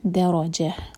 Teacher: جیم کو ایک حرکہ کھینچنا ہے لمبا نہیں کرنا